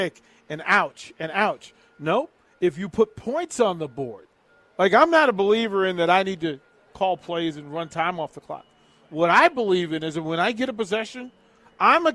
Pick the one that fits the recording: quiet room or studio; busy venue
busy venue